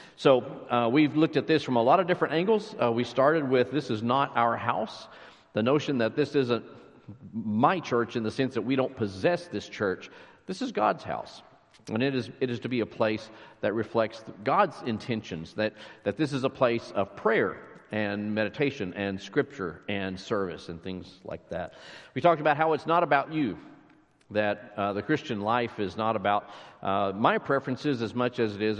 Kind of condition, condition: setting, large echoing room